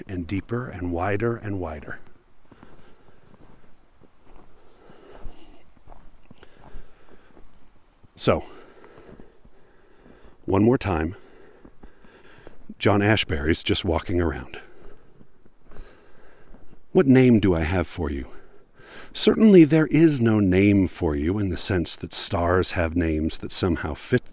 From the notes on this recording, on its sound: While hiking in the Utah mountains.